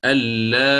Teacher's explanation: أو أن تبدل الهمزة ياء ساكنة، وحينها الإشباع فقط في المد